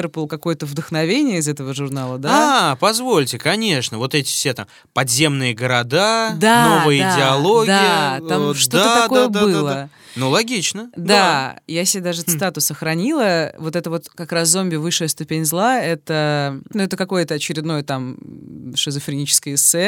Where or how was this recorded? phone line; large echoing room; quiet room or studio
quiet room or studio